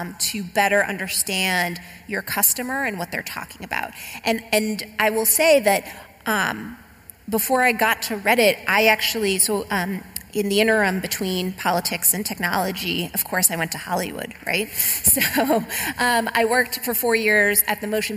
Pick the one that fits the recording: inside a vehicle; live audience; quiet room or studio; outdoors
live audience